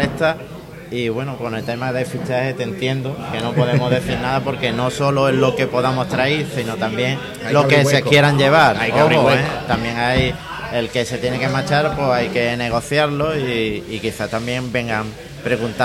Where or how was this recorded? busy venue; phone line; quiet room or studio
busy venue